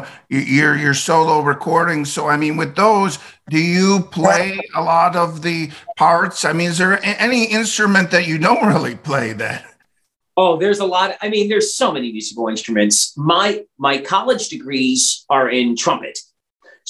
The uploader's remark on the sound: Original Zoom Audio.